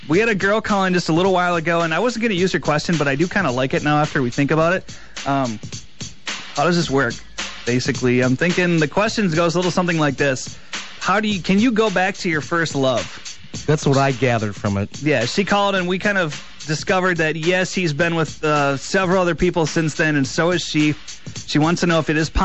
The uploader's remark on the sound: We open up the phones